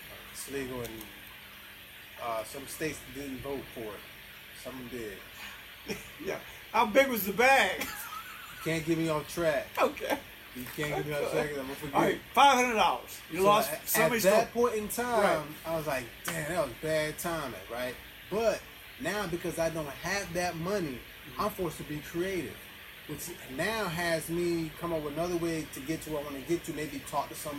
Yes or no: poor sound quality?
yes